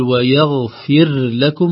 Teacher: وكذلك ننتبه ويغفر لكم، لو لم ننتبه للراء ستدغم في اللام بسبب تقارب المخرجين، الراء من طرف اللسان وكذلك اللام من مقدم حافة اللسان، فنقول ويغفر لكم خوفا من أقول ويغفر لكم.